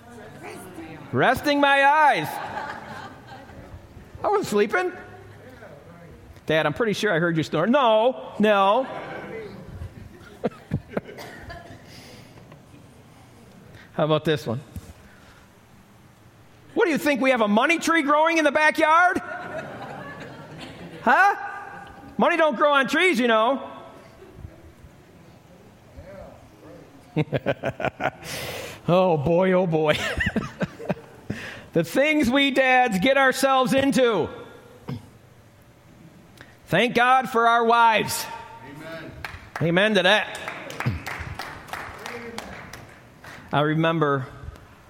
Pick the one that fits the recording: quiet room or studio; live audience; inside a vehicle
live audience